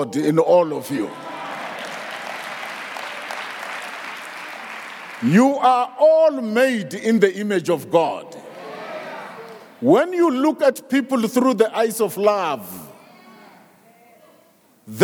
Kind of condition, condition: setting, live audience